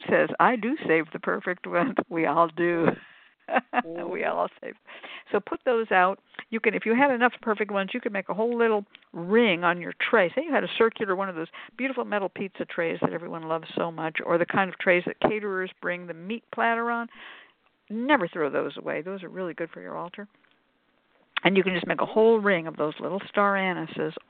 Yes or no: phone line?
yes